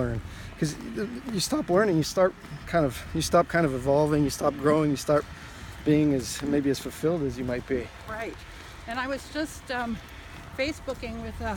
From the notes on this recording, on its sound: Walking through the Tregaron Conservancy near the Cleveland Park and Woodley Park neighborhoods of Washington, DC. Treagaron Conservancy - Washington, DC.